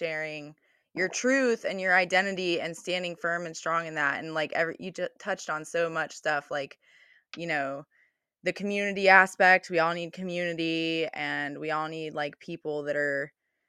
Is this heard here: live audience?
no